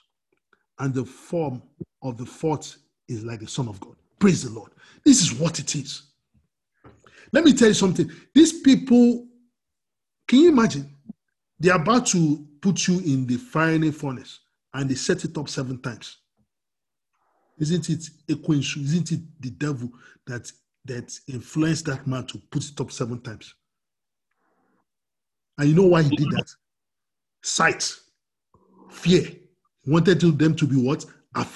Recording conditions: video call